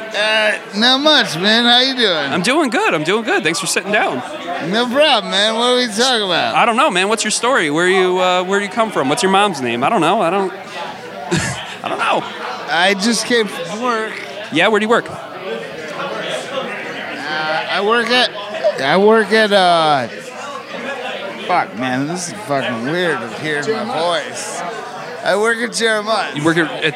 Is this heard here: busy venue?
yes